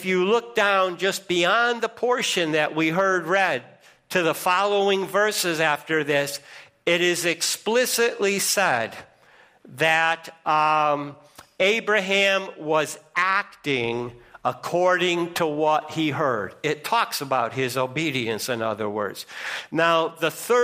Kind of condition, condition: setting, large echoing room